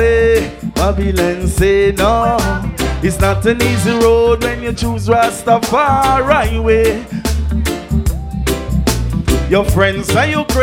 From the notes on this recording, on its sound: the Live Audio of the Last Do it for the Love 4 Inna Raw Stylee